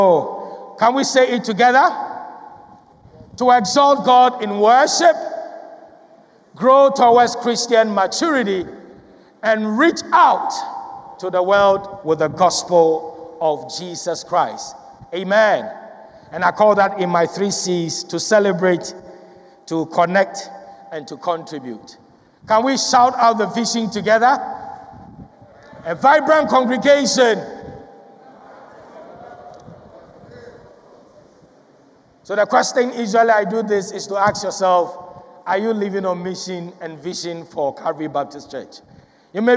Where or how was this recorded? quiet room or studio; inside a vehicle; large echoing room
large echoing room